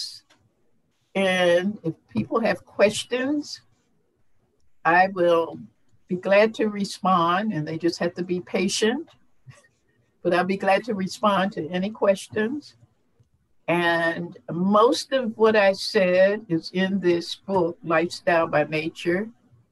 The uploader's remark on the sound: FIRST time doing a Zoom interview!